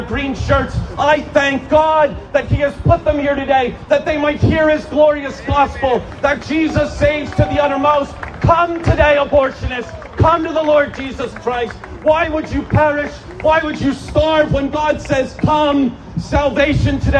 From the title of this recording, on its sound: An Outdoor Sermon